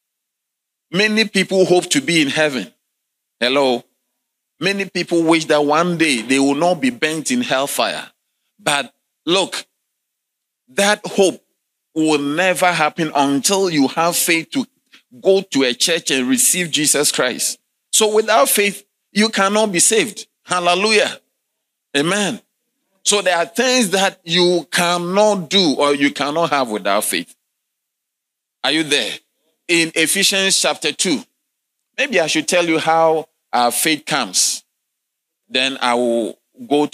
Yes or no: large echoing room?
yes